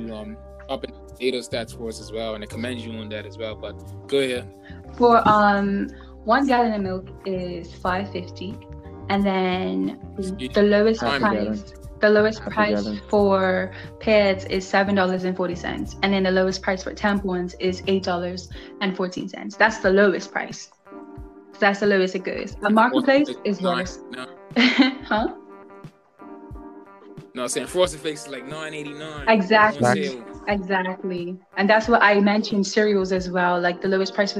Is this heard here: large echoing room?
no